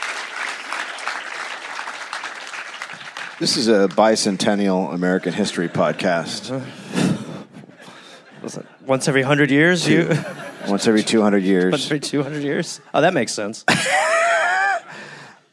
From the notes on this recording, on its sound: Recorded live in Copenhagen.